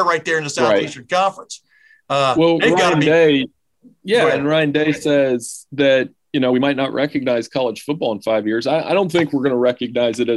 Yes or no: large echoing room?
no